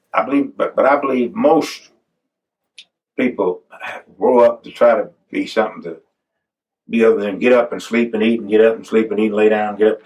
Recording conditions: poor sound quality